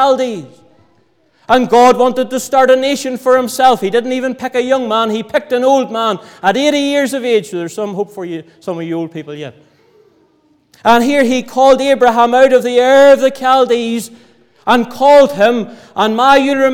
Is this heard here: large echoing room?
yes